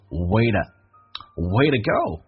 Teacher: Way to go!这个在听力的难点是什么？这个 to 弱化成的，因为 to 前面是一个元音， to 可以弱化成 d 这个发音，变成 way to go.